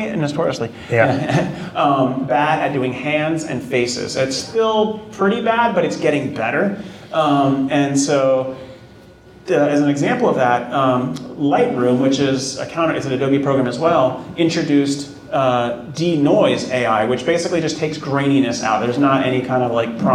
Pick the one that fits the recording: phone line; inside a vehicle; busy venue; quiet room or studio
busy venue